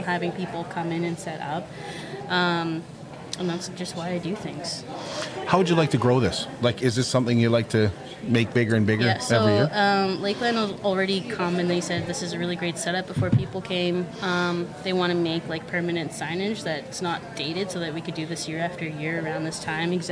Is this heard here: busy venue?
yes